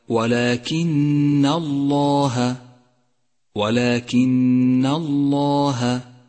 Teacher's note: فخمت لام الجلالة عند قوله تعالى ولكن الله ولكن الله لأنها مسبوقة بحرف مفتوح